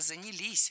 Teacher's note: Не занялись, а занялись. Ударение ставим все туда же, на последний слог, рядышком с частью «с».